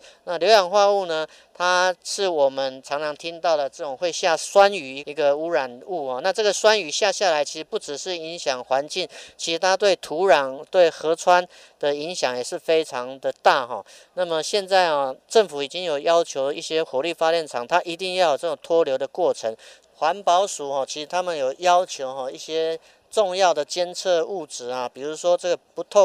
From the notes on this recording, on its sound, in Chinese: 要帶大家走出錄音間，坐上往花蓮和平村火車，前往台泥的DAKA園區。